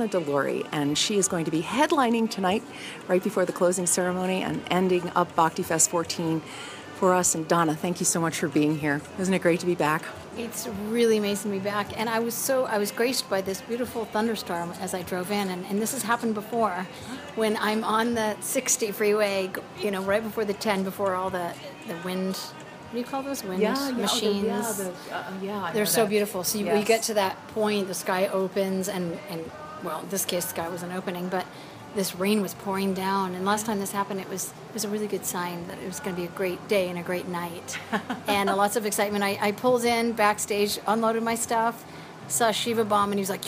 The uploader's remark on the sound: All weekend I recorded live updates from Bhakti Fest for Soul Traveller Radio, an Internet radio station based in Australia playing conscious music 24/7.